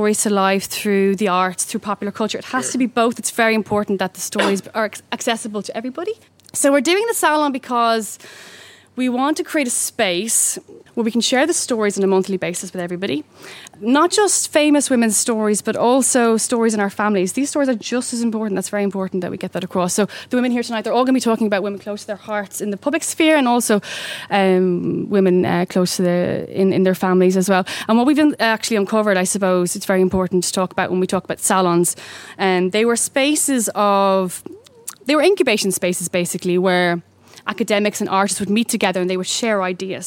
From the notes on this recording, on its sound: This week's podcast was recorded in The Irish Times as part of Culture Night in association with the Herstory movement.